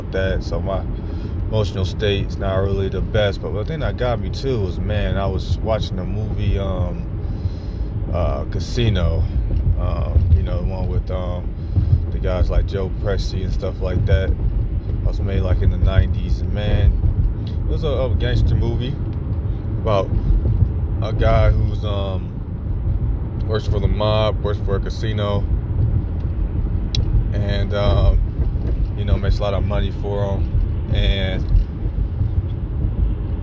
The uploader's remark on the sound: I am in the car on my way to a friend's house.